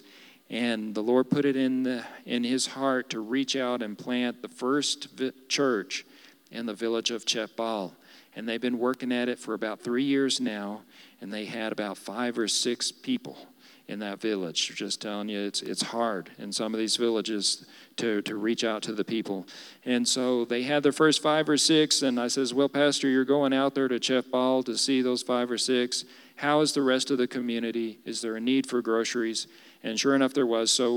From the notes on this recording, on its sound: Recorded live during our Wednesday night service